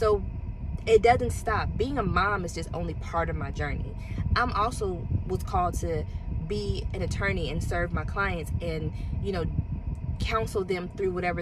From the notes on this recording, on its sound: I had to record in my car, parked outside of one of Publix.